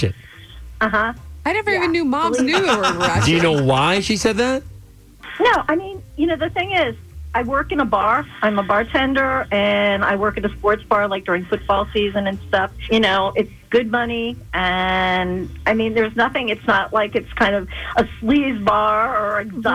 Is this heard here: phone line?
yes